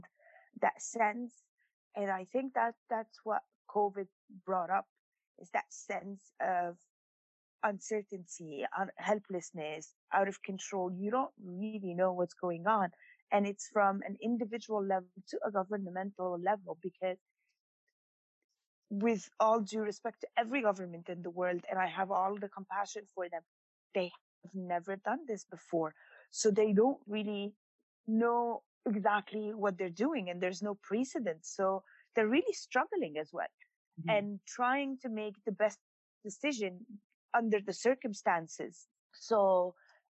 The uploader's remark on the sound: checks in via Zoom